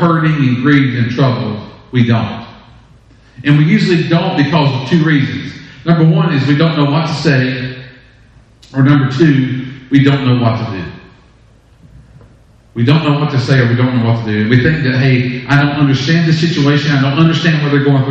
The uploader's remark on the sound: Audio from 5/17/20 worship service